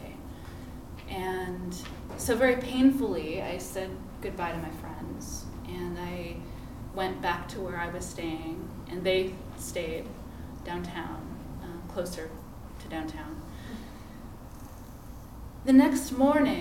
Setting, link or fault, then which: setting, live audience